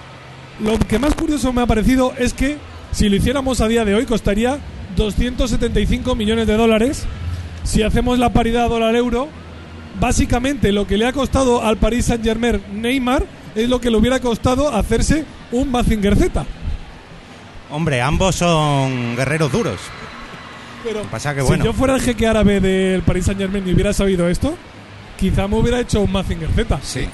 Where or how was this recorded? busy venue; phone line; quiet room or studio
busy venue